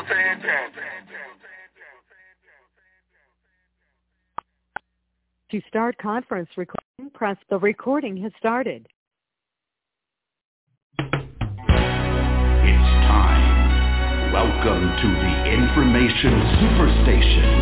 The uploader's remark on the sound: TNTSuperfantastic Conference Call